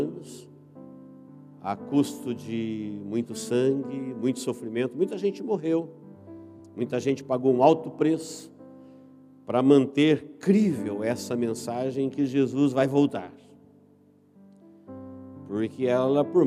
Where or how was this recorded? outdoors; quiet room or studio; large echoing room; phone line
large echoing room